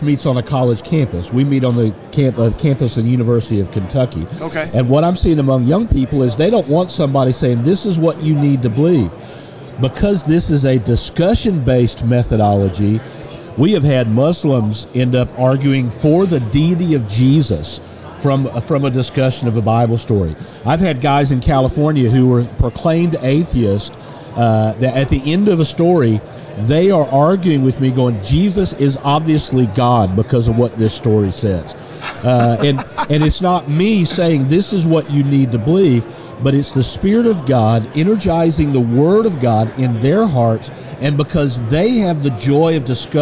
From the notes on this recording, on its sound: LIVE from NRB 2022!